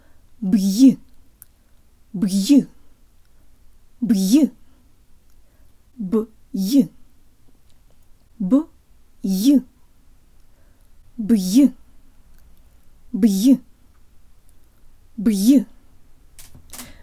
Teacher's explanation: It feels like there's an air pocket in my mouth created by the release of the b that gets immediately forced out by my tongue going for the y sound, and there's a lot more pressure in my mouth for the y than I'm used to in English